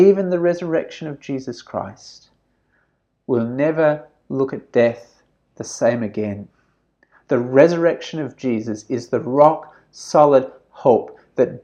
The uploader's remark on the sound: This sermon was preached at St George's Church, Penang on 8th November 2020.